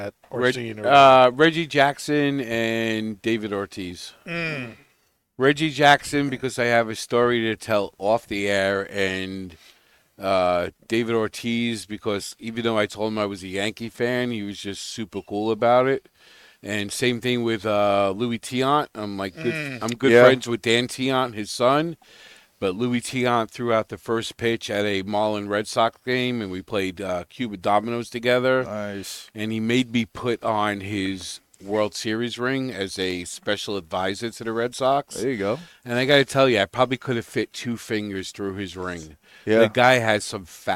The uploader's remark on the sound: Recorded live from the 7-20-4 Lounge!